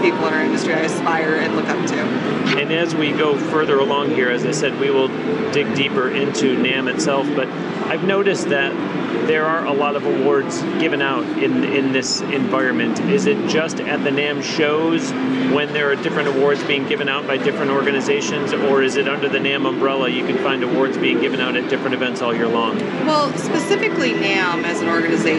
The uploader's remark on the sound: during the Winter 2017 NAMM show in California.